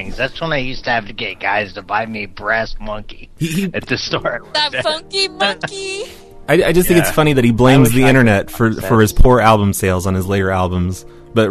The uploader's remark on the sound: Prank Phone Calls